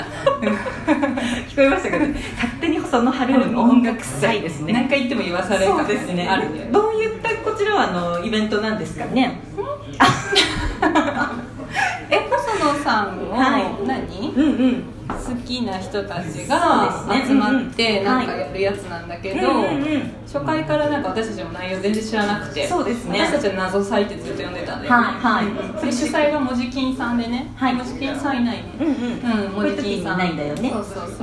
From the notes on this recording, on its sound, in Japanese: 公開収録。岐阜。